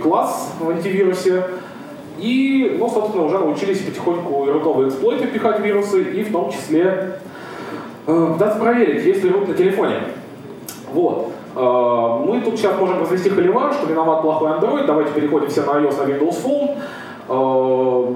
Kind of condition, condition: setting, live audience